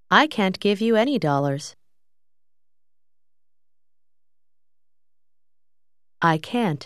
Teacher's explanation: Faccia attenzione che quando si utilizza can't con altre parole, il suono finale T non è molto forte.